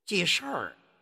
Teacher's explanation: 要丢掉这个日，加上卷舌动作比如记事儿，这个事儿，你看，他就是丢掉了